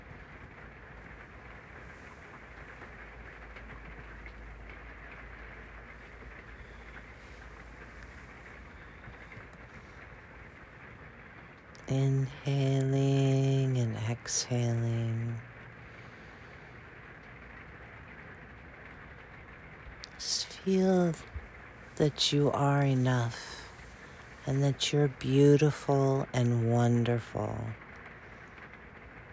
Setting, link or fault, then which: fault, sounds in the background